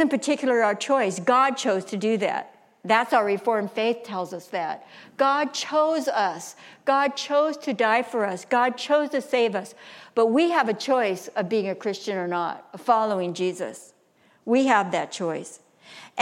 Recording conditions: live audience